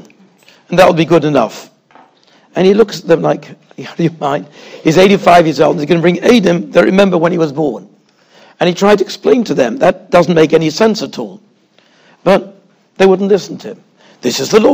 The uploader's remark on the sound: Shiur recorded in Yeshivas Ohr Reuven, Monsey, NY.